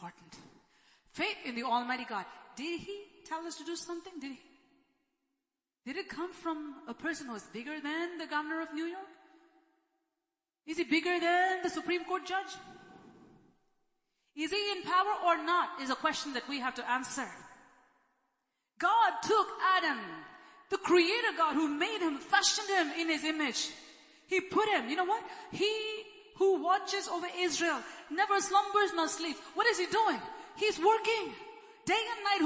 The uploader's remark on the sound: ELBIM Church Sunday LIVE Stream Audio